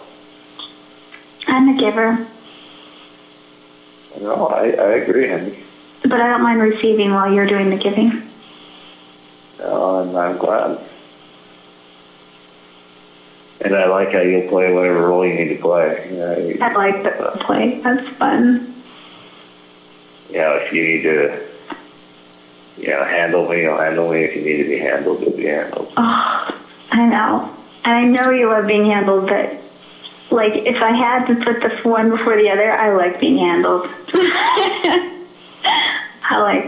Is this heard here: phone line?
yes